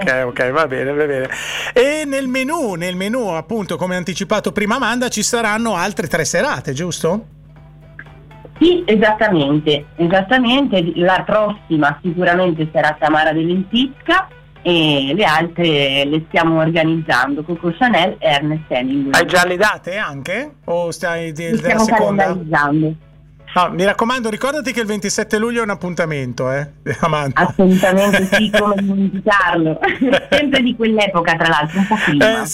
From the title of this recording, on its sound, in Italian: INTERVISTA TELEFONICA